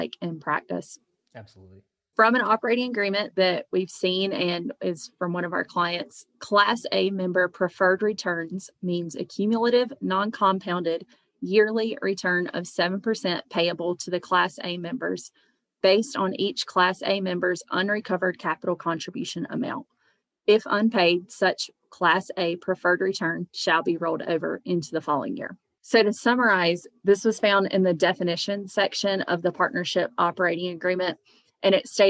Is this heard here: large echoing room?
no